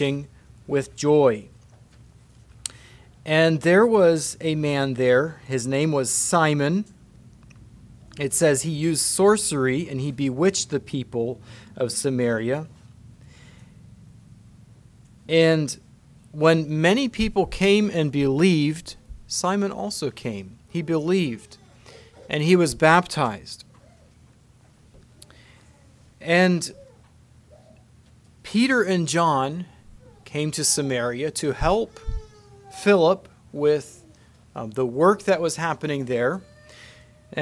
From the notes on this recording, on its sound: Message preached at Word of Hope